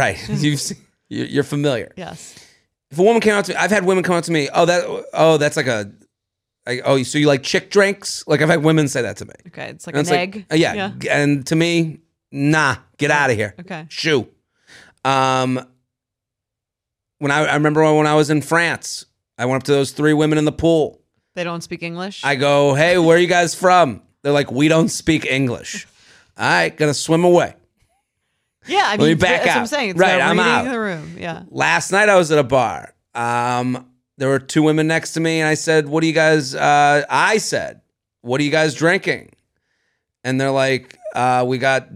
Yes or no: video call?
no